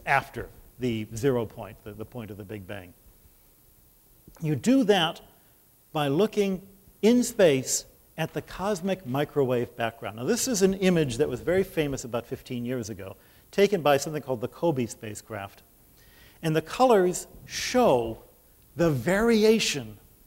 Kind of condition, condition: setting, large echoing room